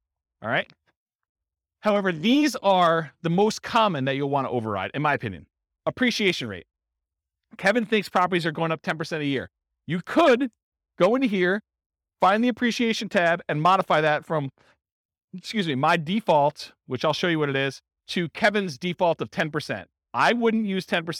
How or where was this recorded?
live audience